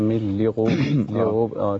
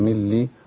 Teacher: يعني الحروف بتطغى على بعضها زي مثلا وما مسنا من لغوب كسر اللام بدل ما هي مضمومة · Shown in: second take · تبقى من لي فتخليص الحروف المفخم المرقق وتوليد الحروف الزيادة أو